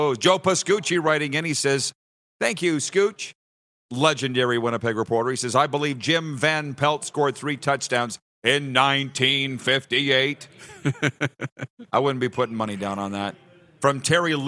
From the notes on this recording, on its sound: LIVE Grey Cup Coverage from Ballers RecRoom in Regina!